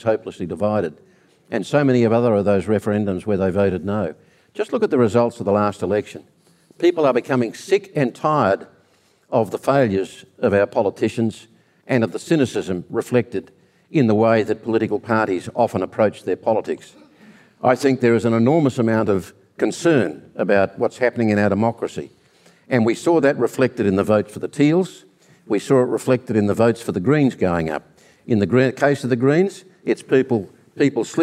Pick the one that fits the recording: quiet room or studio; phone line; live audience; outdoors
live audience